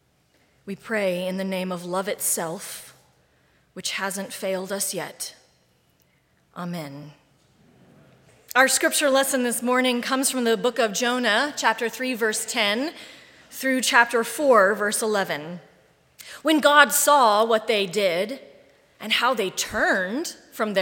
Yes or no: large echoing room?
yes